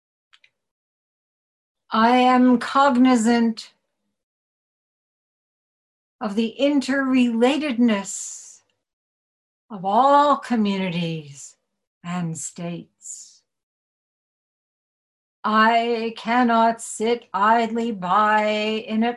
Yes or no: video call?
yes